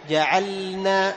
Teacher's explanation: ما تجيب غنة في اللام لأنه يعني وجود الغنة معناه أنه حصل منك إدغام وهذا ليس بصحيح وبي قل تعالوا قل سلام قل نعم وبمثل